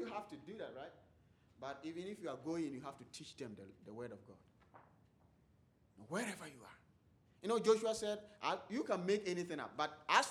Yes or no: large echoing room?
yes